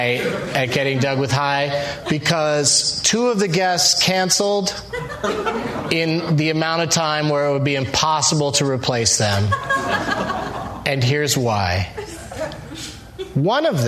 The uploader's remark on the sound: live at Largo